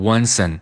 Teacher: 那这个 and 我们也不把它读成一个完整的一个 and，而是把它弱读成 n 就可以了。所以说 once 实际上连读的是一个 n，这样一个音，读成 onceand。One cent. One cent for all. One cent for